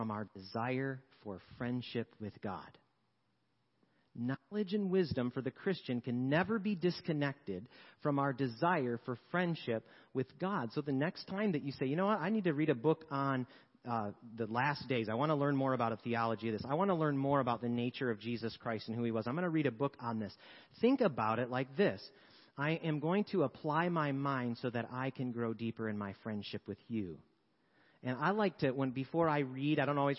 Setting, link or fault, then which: setting, large echoing room